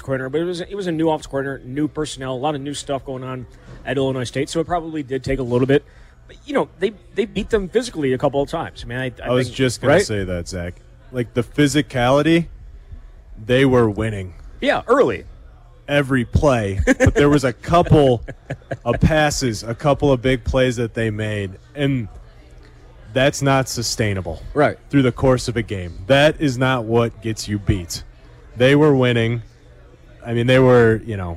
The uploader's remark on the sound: live from Monk's Bar and Grill in Sun Praire